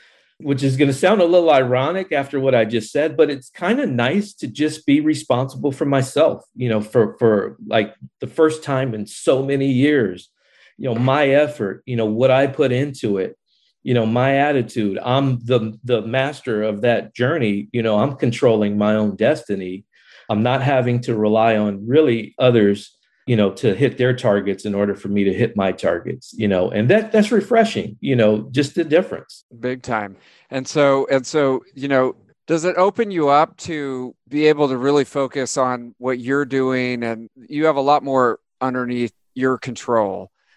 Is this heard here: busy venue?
no